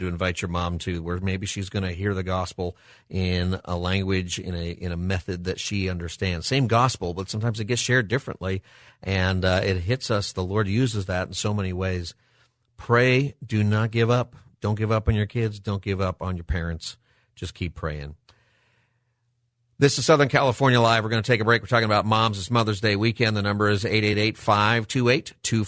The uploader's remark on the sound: Takes calls from listeners who would like to give thanks to their moms for Mother's Day. Open Phone Friday where listeners can call in on any topic.